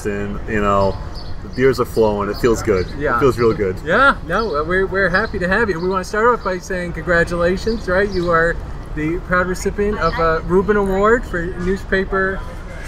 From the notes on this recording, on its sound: on the sidewalks of Boston (complete with street noises!